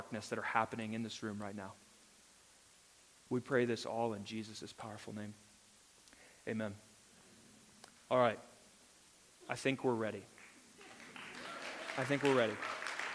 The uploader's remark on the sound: The following episode is a live recorded sermon from the Sunday gathering at The Heights Church Denver on 02/27/22